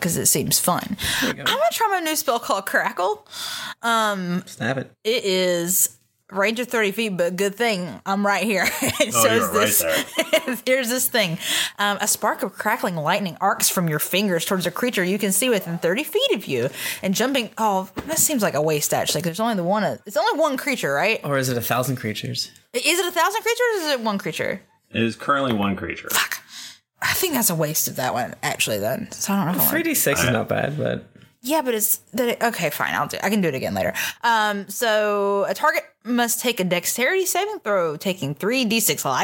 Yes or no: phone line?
no